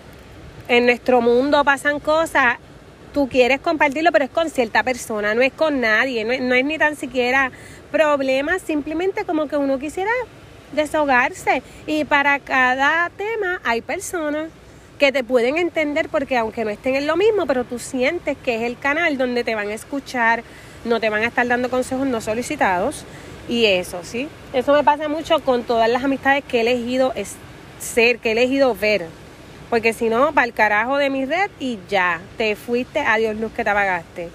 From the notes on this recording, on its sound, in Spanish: Hoy grabamos desde la playa, disfruta el va y ven de las olas